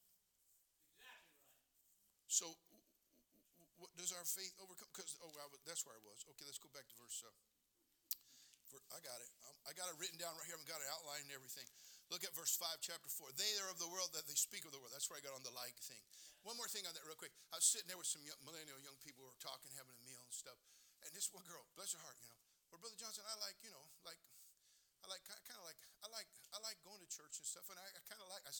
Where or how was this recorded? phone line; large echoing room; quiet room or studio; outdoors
large echoing room